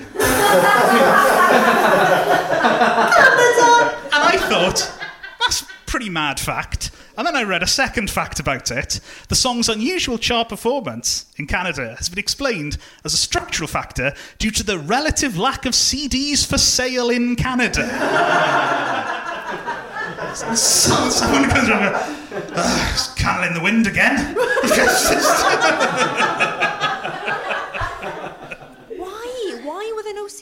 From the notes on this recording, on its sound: it was all live at the Aberystwyth Comedy Festival.